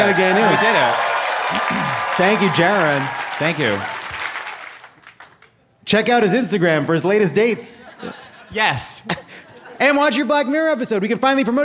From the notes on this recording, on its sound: Dry Heat and Open Carry (Live from Phoenix!).